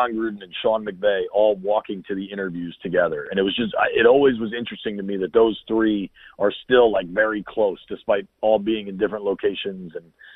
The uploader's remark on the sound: called in from the Indy Combine